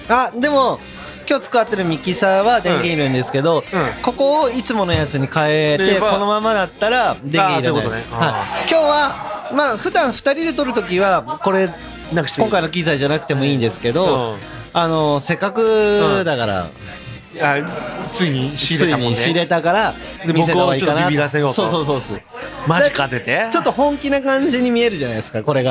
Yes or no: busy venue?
yes